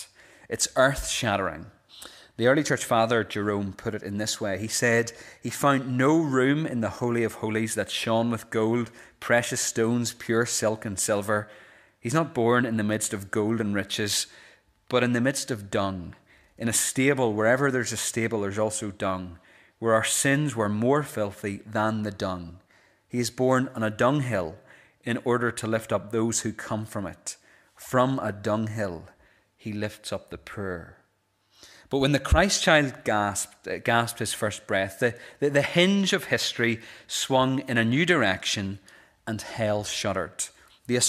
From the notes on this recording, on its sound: This is the recording of the Bible reading and sermon from our evening service